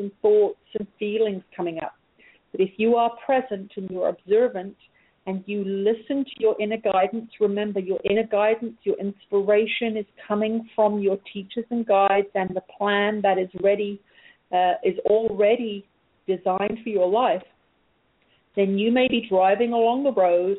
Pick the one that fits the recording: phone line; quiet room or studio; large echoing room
phone line